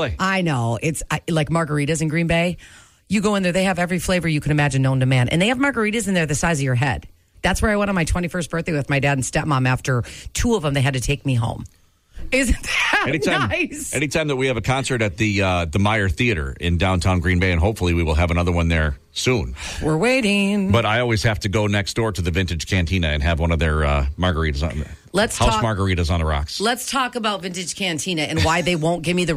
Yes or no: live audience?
no